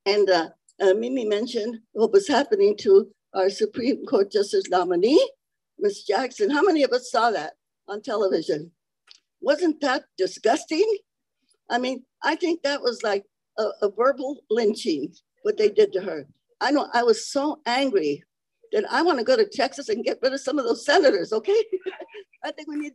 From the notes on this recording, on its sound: On a warm, sunny southern California Day, dozens of local activists gathered to meet and hear brilliant movers and shakers from throughout the nation. The program was zoomed to the Progressive Democrats of America.